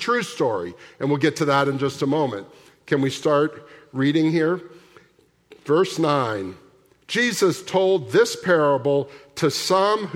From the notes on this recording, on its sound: at the October 1, 2023 Sunday morning services of Boca Raton Community Church in Boca Raton, Florida